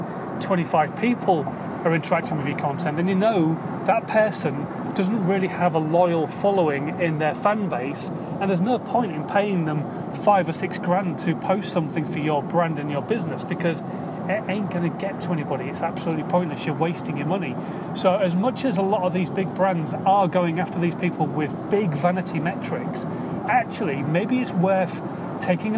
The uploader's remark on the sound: In My Car.